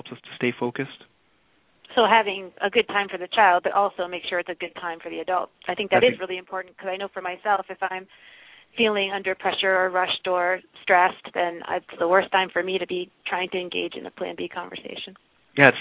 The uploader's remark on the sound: a student called into the program